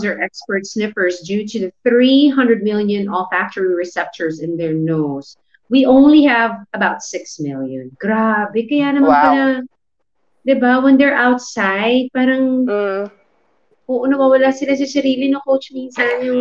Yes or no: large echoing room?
no